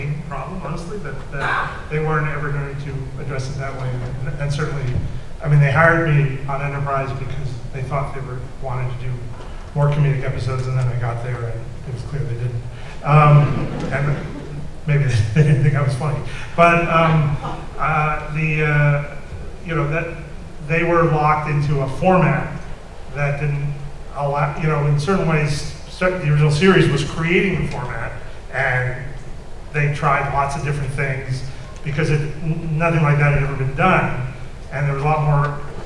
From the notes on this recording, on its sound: Panel discussion at Long Beach Comic Con (2017).